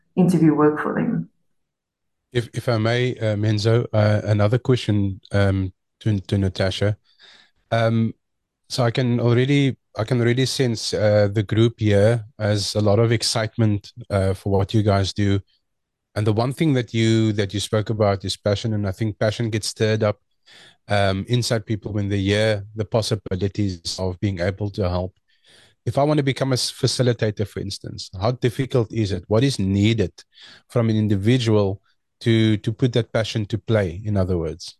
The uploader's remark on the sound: The Transformation Table Zoom Meeting.